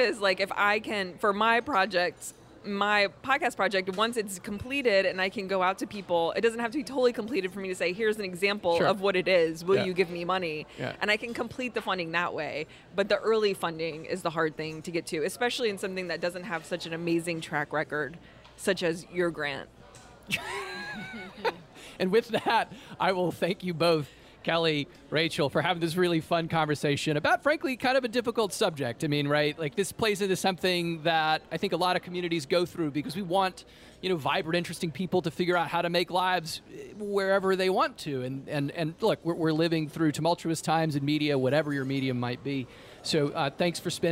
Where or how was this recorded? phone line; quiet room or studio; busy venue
busy venue